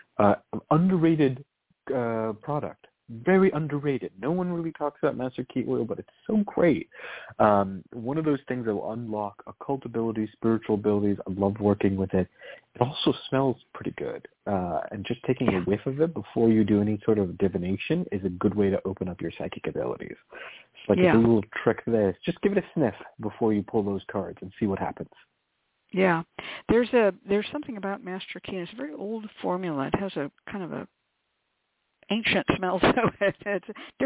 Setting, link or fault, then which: link, phone line